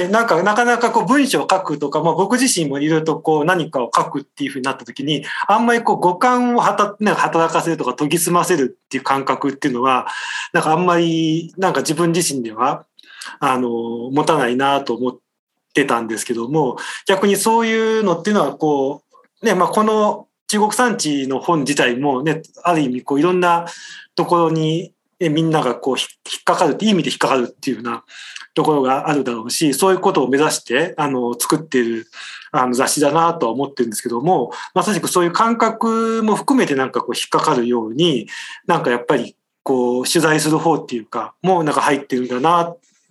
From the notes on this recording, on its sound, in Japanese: みんなでつくる中国山地百年会議 の会員限定で開かれる 市 （オンライン交流会）での公開収録。